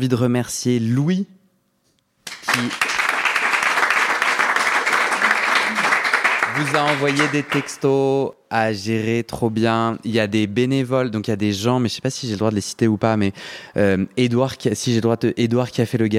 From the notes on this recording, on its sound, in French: Épisodes live en public à Paris.